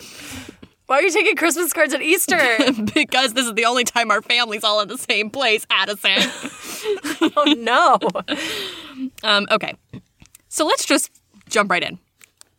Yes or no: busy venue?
no